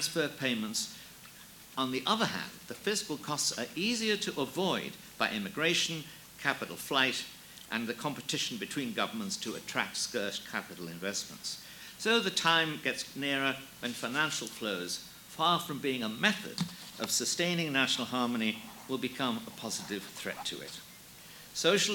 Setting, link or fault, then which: setting, live audience